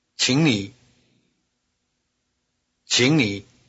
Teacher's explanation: Notice the tone change of 请 before 你